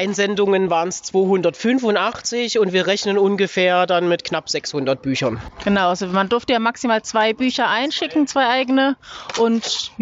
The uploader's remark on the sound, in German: Die Zwei von der Talkstelle Live auf der Leipziger Buchmesse